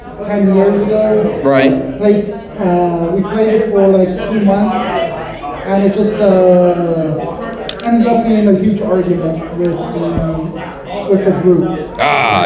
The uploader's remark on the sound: WARNING THE AUDIO OF THIS EPISODE IS NOT MIXED PROPERLY! We're live from Necronomicom 2022 in Tampa, FL!